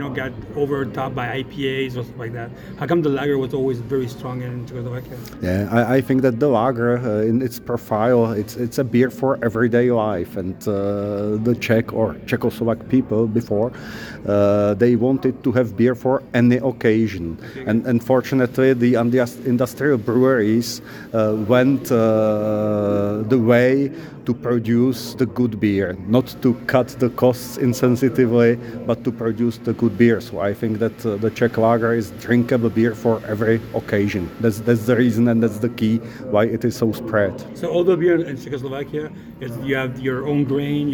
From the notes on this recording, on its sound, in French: au Ontario Craft Brewers Conference & Suppliers Marketplace